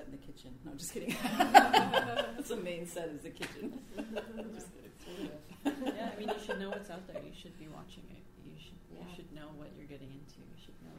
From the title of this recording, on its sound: UFSA Live: Career Night (part 2)